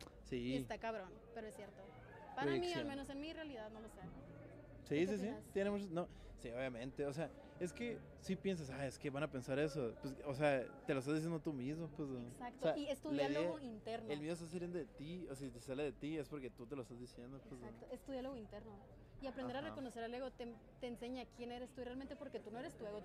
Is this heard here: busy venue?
yes